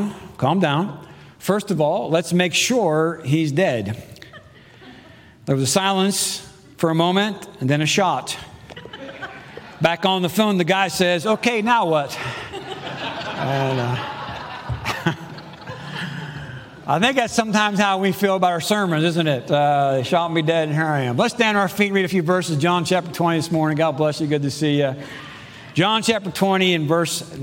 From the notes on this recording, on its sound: Preached Sunday June 12, 2022 in the AM service